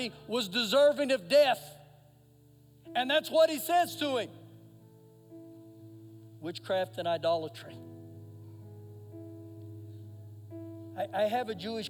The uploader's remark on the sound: Recorded live during our Sunday morning service